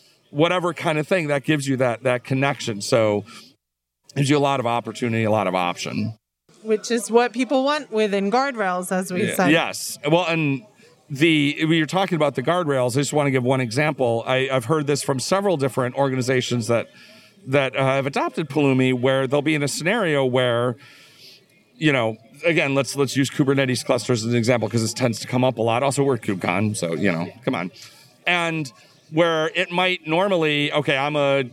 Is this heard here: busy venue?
yes